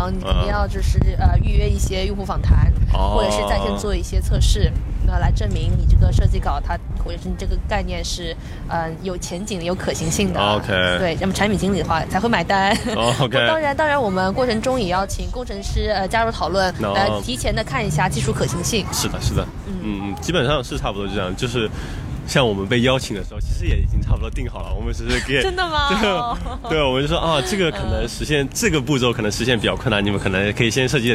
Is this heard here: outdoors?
yes